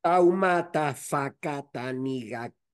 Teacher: esa WH en maorí se pronuncia como F